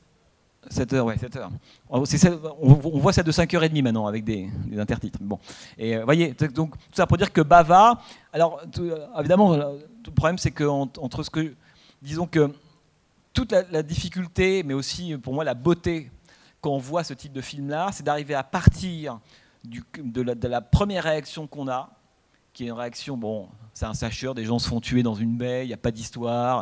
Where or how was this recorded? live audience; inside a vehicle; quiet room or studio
live audience